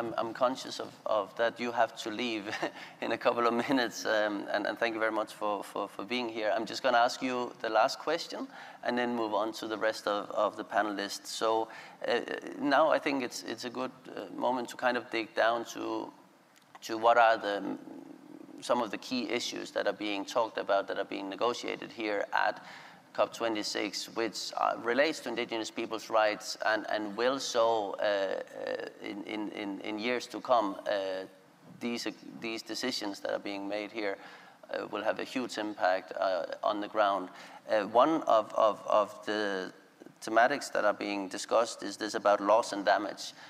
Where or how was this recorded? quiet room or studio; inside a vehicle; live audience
live audience